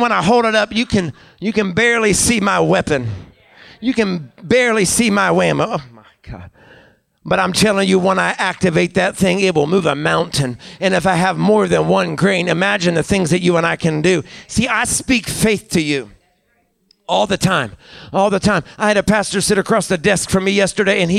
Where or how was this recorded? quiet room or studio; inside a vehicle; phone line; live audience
live audience